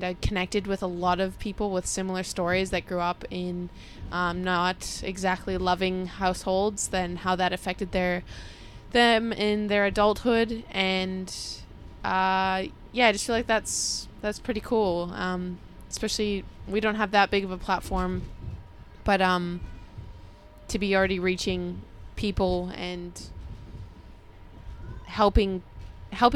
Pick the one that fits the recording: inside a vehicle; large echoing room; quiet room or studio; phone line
inside a vehicle